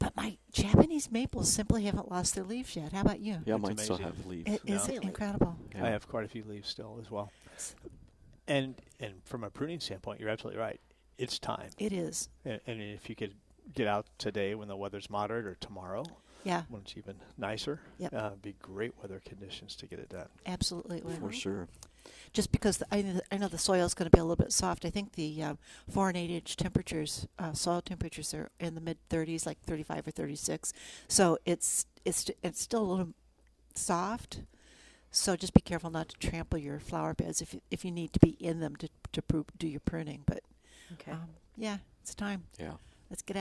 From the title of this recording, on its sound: live from Prairie Gardens